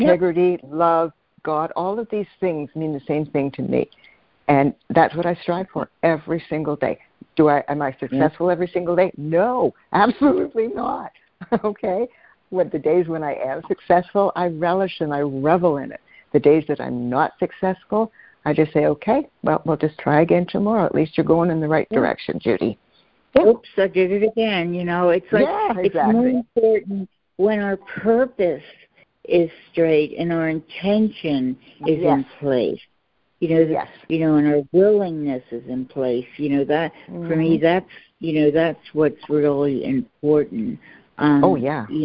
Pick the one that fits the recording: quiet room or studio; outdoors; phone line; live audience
phone line